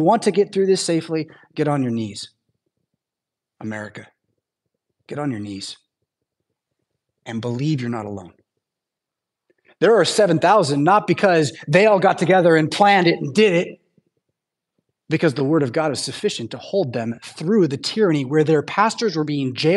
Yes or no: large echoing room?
yes